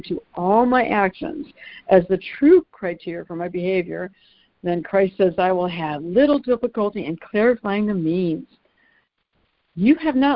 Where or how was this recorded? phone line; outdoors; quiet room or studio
phone line